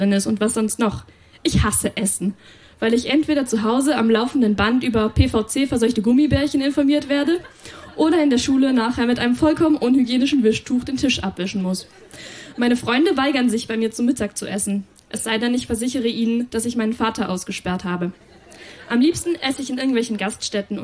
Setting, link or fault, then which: setting, live audience